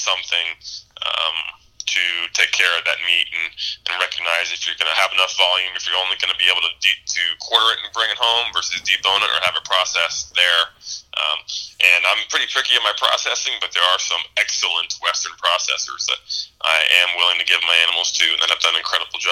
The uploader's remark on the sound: Hopped on the phone with us to talk Muleys!